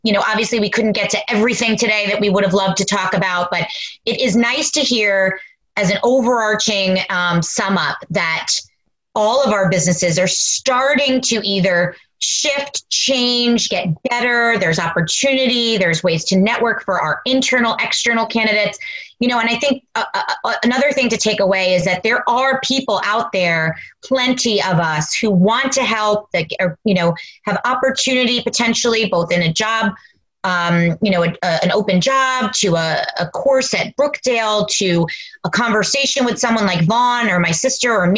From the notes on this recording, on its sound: Live from Home. Moderate a virtual panel.